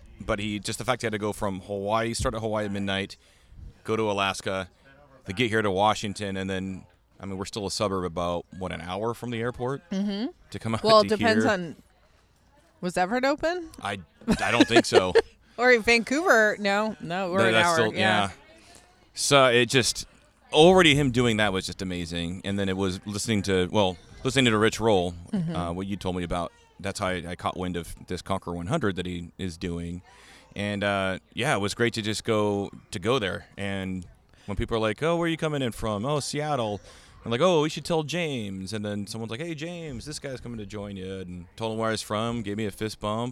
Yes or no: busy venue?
yes